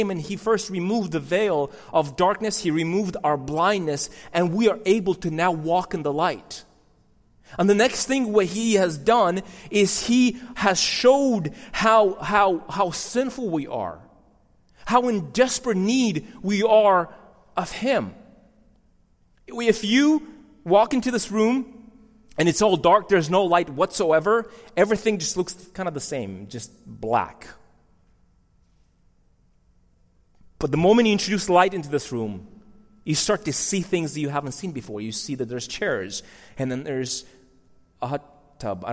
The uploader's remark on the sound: These messages are recorded live in churches all around the U.S but primarily at City Hill Church in Bellevue WA.